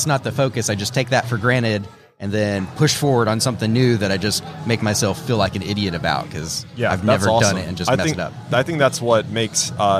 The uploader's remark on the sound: LIVE from WORKBENCHcon 2022. On this live episode of Organization Conversation, broadcast from WORKBENCHcon 2022.